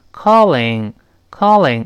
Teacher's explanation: 那个 L 呢，老师说过是舌头抬起来，前舌面跟上牙膛沾一下